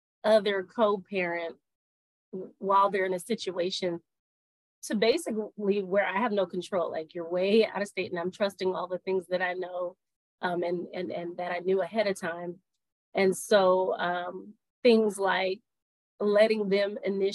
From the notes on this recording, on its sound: Audio was a bit choppy on this call so if you hear any glitches that is what I experienced on the call, as well.